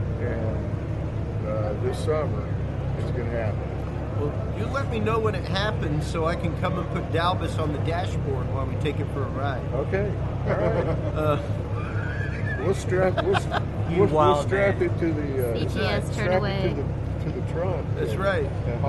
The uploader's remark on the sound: on the road in Houston, Texas broadcasting LIVE from the world renowned Mecum Auto Auction